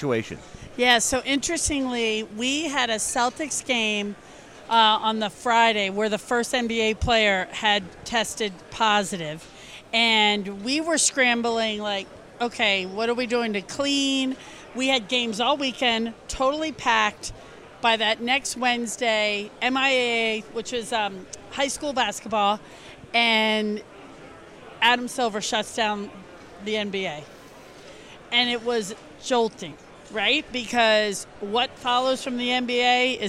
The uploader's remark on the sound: Stopped by the ISBI 360 booth at the ALSD Conference to share a few moments of insight.